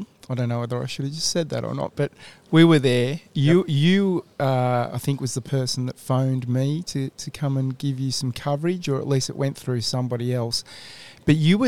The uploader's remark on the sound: On Thursday 5 May 2022 we live cast from the Moore & Moore cafe in Fremantle Western Australia